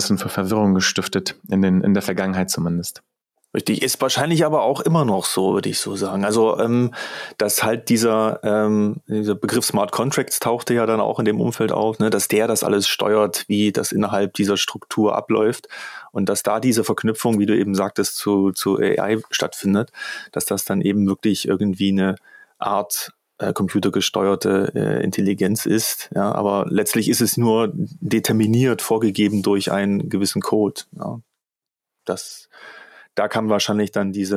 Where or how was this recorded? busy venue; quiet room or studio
quiet room or studio